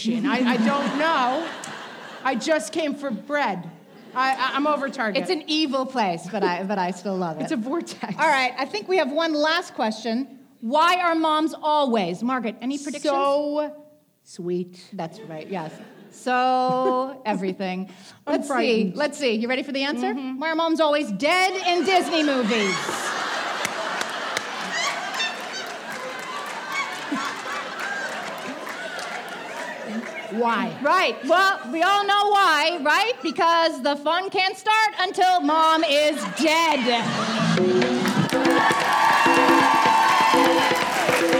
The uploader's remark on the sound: This week’s *bonus* episode is a recording of our first live show! More than four hundred of you showed up at the Chappaqua Performing Arts Center for “What Fresh Hell LIVE!”. A few brave husbands were also in attendance.